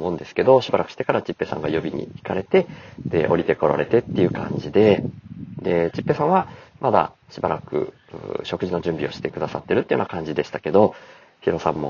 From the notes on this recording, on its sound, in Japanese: 宮崎大阪車中泊道中4日目に収録。9月8日の道の途中で、また車を停めて、休憩しながら収録しました。